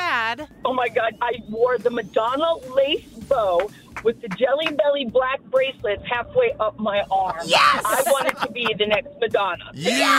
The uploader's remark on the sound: Listeners call in to share the ridiculous things they once wore.